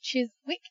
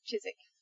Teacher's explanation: Number five, where you see wick, like a candle has a wick, but when you see it in places, it's not wick, it's just ick, so you get rid of the W sound · Shown in: second take